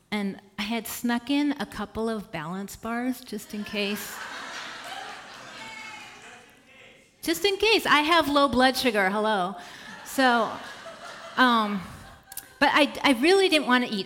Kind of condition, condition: setting, live audience